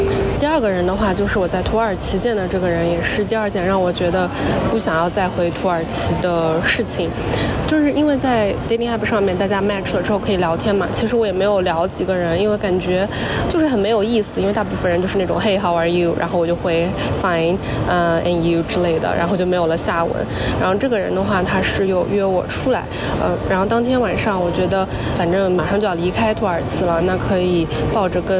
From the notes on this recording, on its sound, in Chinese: 这期是来自罗马古城Perge和伊斯坦布尔机场的现场报道